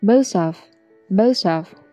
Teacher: most 和 of 之间需要连读